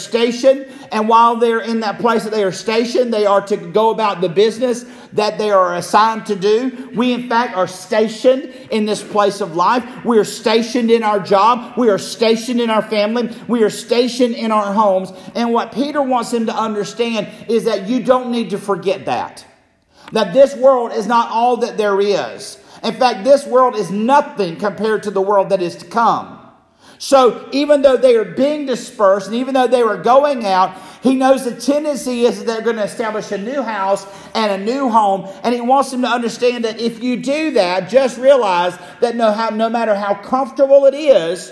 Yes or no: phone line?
no